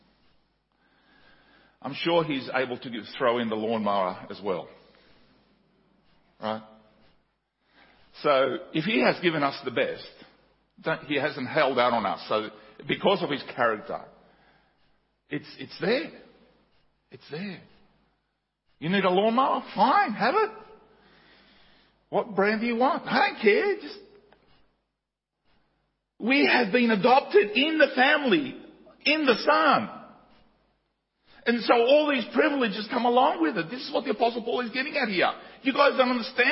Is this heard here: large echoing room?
yes